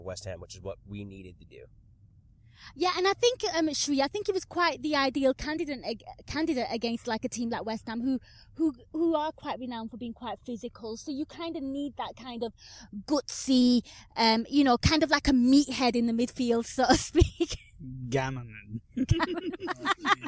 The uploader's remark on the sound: Car Pod!